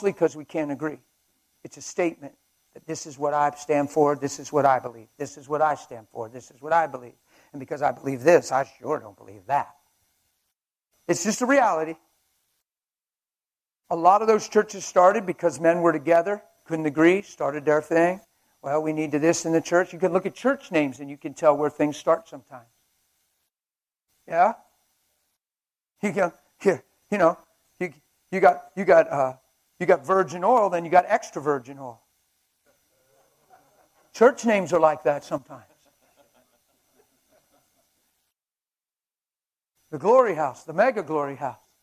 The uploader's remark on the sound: During our Saturday Men's Breakfast at the STEADFAST CONFERENCE.